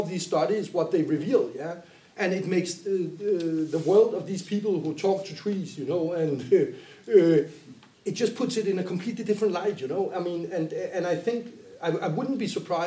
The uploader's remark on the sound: The Anthropological Happy Hour Podcasts are based on recordings from the Monographic Happy Hour events, which the Anthropological Association of Denmark cohost with the department of Anthropology at Copenhagen University.